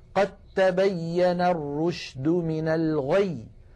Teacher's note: تعالى قد تبين، التقت هنا الدال والتاء وهما من المخرج نفسه، فنحول الدال إلى تاء ثم ندغم التاء في التاء، فيصير النطق بتاء مشددة ولا يبقى للدال أثر. هكذا قد تبين الرشد من الغي، قد تاء ولم يعد هناك